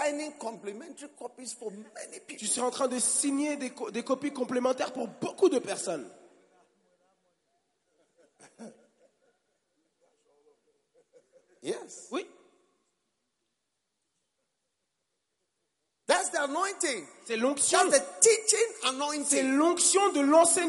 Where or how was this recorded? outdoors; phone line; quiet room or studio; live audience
live audience